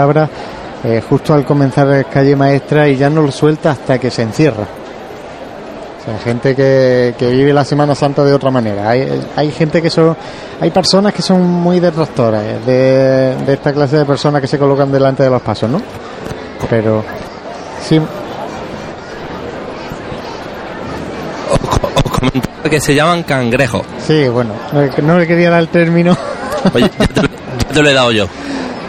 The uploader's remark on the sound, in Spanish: Sonidos del paso de Jesús Preso a su paso por la calle Chinchilla.